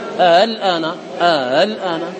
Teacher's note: لأن بعدها لاما ساكنة، لا هذا عموما عند القراء. إذن عندنا هنا ألف ساكنة، ألف بعدها لام ساكنة، يزاد في مد الألف · Term: زيادة المد